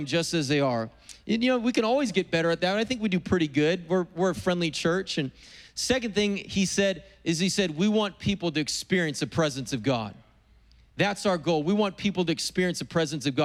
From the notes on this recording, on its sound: preached on April 18th at the 11:30AM service